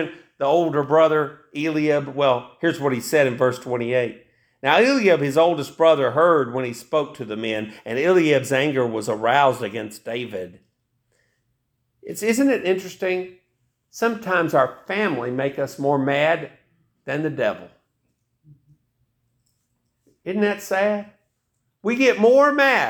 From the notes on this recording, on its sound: This message was preached November 26, 2023, AD at Hickory Valley Baptist Church.